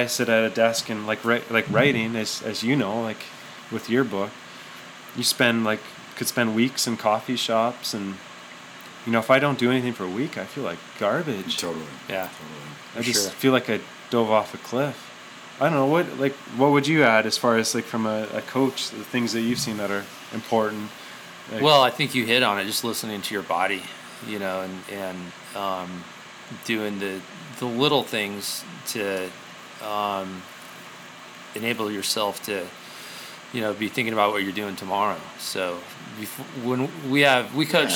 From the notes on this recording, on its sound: at the Calgary Bike Show